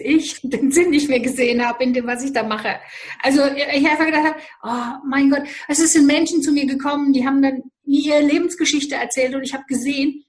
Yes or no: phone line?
no